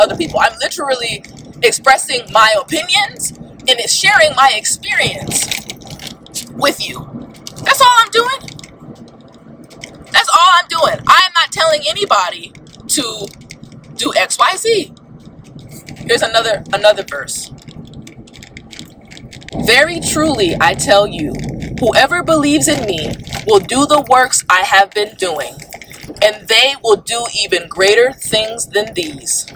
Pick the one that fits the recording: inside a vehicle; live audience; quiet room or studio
inside a vehicle